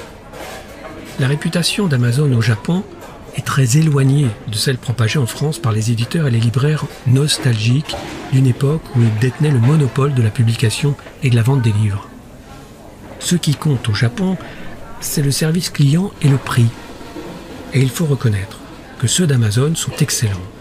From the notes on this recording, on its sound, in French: Un épisode en partie enregistré dans une salle du café Starbucks de la gare de Futamatagawa à Yokohama.